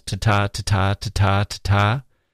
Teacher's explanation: But what we see in the Marlowe poem, apart from the subject matter, is his perfect iambic tetrameter. Each line has four pairs of unstressed and stressed syllables.